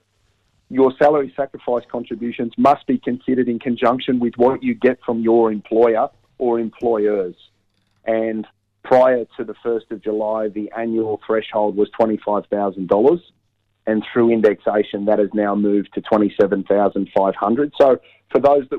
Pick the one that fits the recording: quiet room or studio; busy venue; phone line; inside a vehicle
phone line